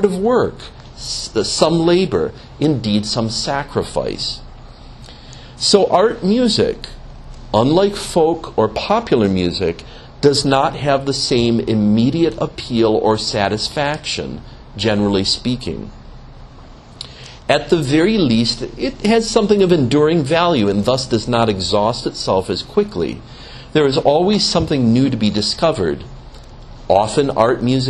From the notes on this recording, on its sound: gave a lecture as part of the Beato Fra Angelico Fine Arts Series